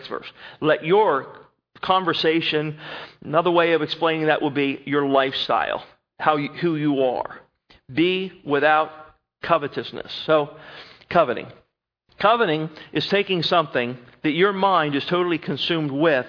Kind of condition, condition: setting, large echoing room